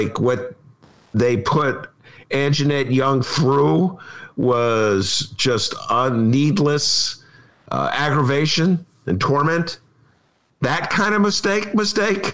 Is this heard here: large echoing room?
no